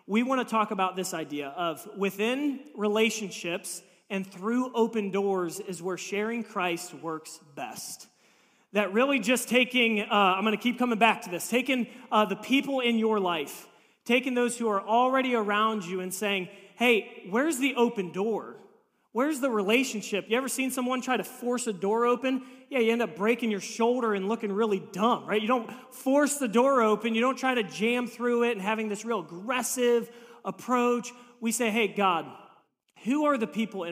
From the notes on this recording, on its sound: This message was preached on March 26, 2023 at FIVE39 Church.